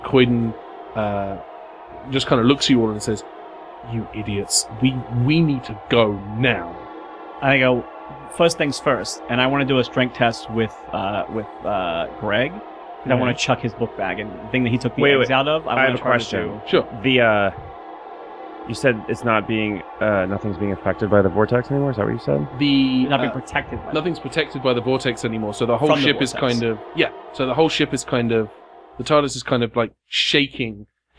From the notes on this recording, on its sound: Recorded at Geeky Teas & Games in Burbank, CA.